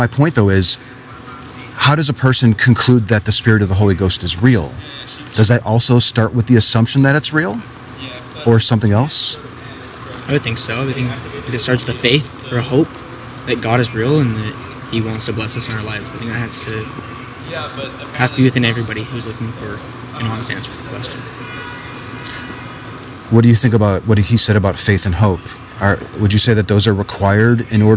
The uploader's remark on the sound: Location: San Antonio, Texas. Recorded w/Go-Pro.